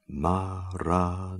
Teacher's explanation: with equal stress on each of the four syllables